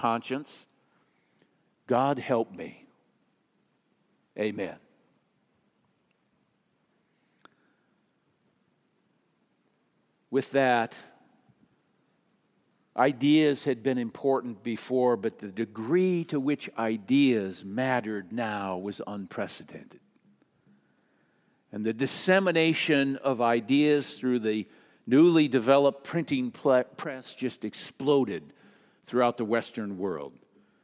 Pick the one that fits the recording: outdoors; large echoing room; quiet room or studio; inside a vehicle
large echoing room